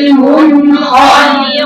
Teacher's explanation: يعني بدك تواصل في النون وبعدين اجيب الخاء لانها خاء مفتوحه وافتح لها ما تقولش بقى المنخنقه خاء خاء خاء خاء والمنخاء